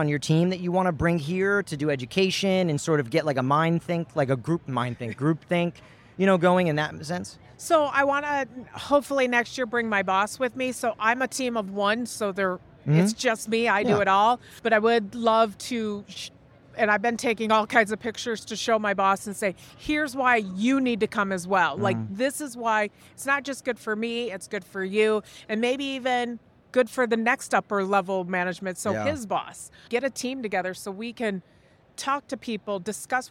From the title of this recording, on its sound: Live from ExhibitorLIVE